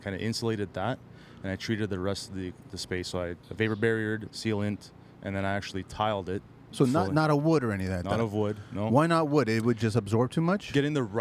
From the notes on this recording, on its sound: It’s quickly becoming the Speducci Studios for the TCL Podcast.